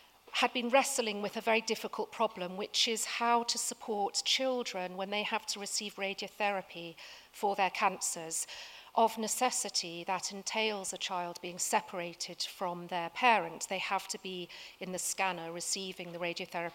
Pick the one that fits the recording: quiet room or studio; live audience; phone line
live audience